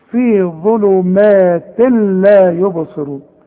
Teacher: كل تنوين برضو بعده لام ما يبقاش عندي تنوين. شوف في ظلمات تنوين وبعده لام، يبقى مش هنطق التنوين ده.